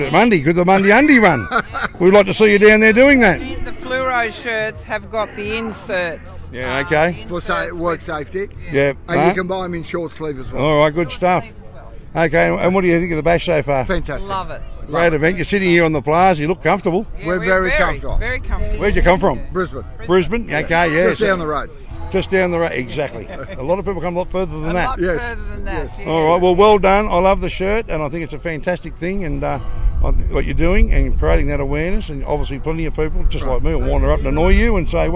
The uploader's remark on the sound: Recorded on the ground at the Big Red Bash, hear interviews with Bashgoers, artists, volunteers and workers!